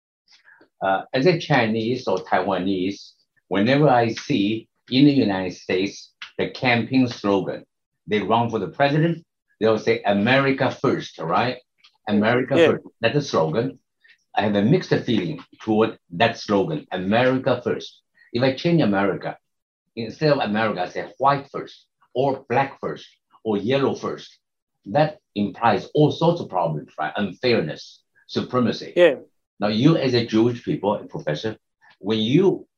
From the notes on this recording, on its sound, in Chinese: 本集節目內容取自遠見雜誌團隊線上專訪錄音